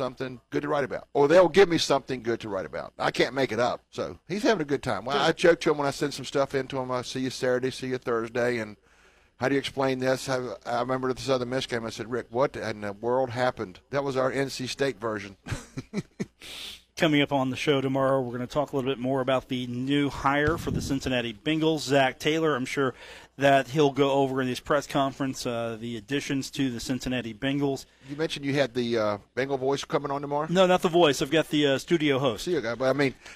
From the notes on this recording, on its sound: broadcast on the road from The Union Pub and Grill in Huntington